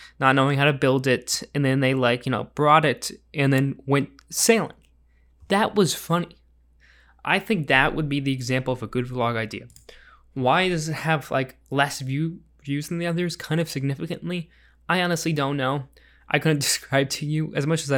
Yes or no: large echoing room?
no